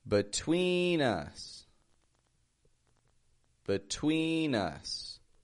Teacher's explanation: Notice how we stretch that twee. And also notice how the B-E in the beginning just gets a B kind of sound.